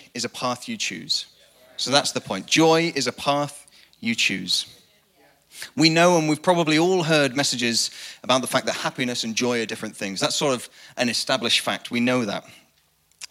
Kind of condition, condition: setting, large echoing room